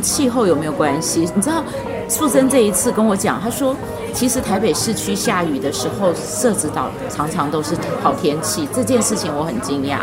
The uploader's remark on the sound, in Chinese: 節目真正首次全程外景錄製，完全融進在地各種聲音。特別結伴來到社子島。